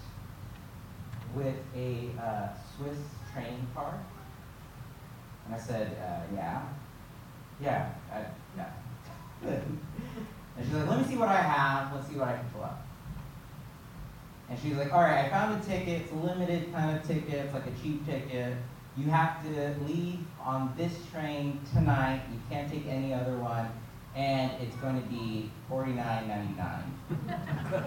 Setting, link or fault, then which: setting, large echoing room